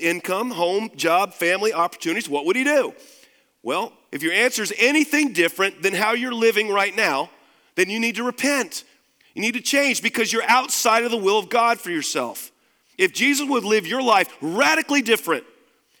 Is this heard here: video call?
no